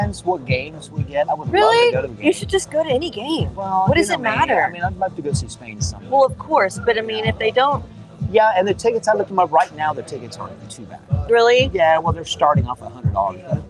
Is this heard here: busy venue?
yes